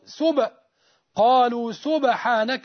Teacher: القلقلة تمال إلى الفتح